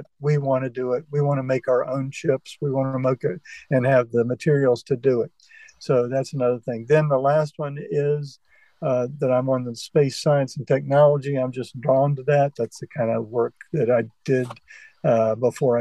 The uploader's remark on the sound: Open Forun in The Villages. This episode was recorded remotely via Zoom. Thus the audio quality was far below standard.